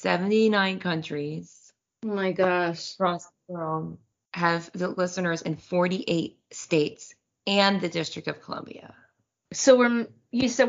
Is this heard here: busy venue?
no